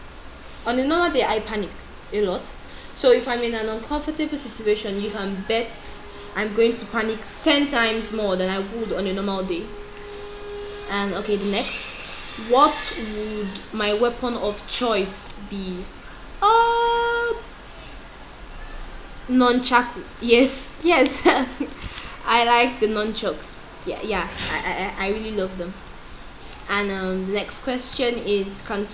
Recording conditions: sounds in the background